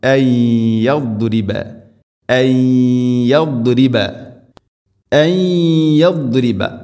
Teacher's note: സാക്കിനായ നൂന് ശേഷം യാ ഇദ്ഗാം ബിഗുന്ന, നൂനിനെ യാഇലേക്ക് കൂട്ടിലയിപ്പിച്ച് മണിച്ചുകൊണ്ട് ഉച്ചരിക്കണം.